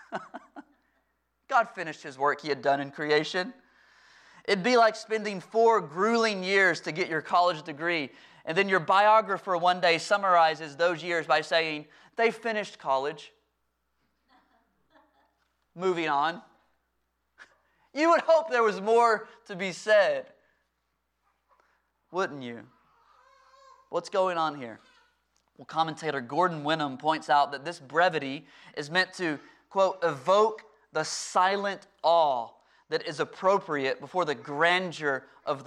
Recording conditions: large echoing room